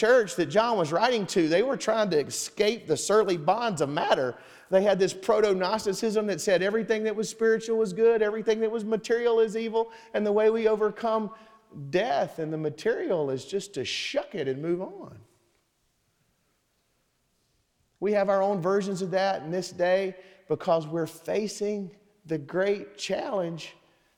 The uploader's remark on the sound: Sermon Audio from Sunday, September 3rd, 2023.